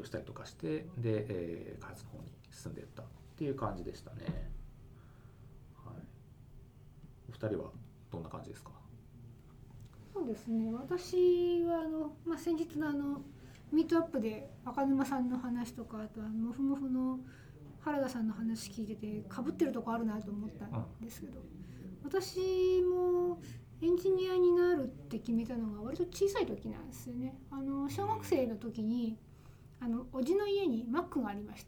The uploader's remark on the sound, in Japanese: 貸し会議室で収録したため、隣の部屋のノイズが入っています。